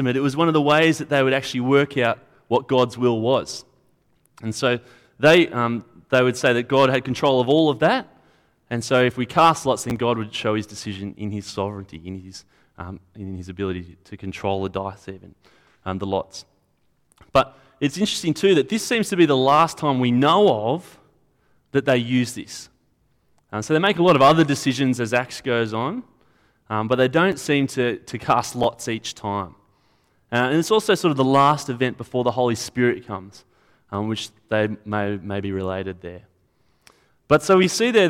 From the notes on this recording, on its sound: At a Church in the Graveyard service